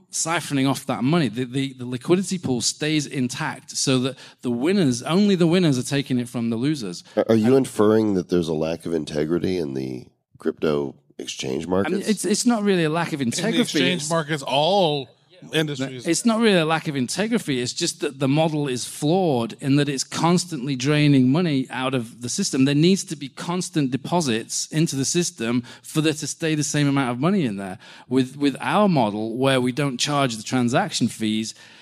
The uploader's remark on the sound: Live from Paris Blockchain Week Summit